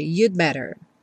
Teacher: Preste atenção que esse you'd better muitas vezes é tão reduzido que vem you'd better, você não escuta realmente o D, porque depois vem um B e a pessoa vai ter que fechar o lábio. Então, no que você encosta a língua no céu da boca para fazer o D do you'd, você já fecha o lábio também para fazer o better e aí acaba que esse D não fica muito aparente, you'd better.